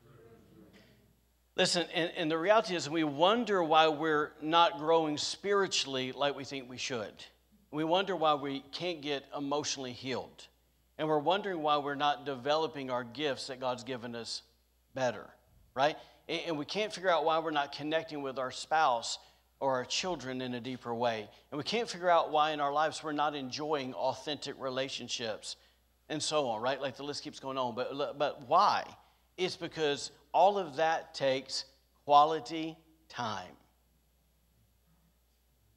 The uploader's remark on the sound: was recorded on Sunday, January 2nd, 2022, during service at The Anchor Church in Rockport, Maine.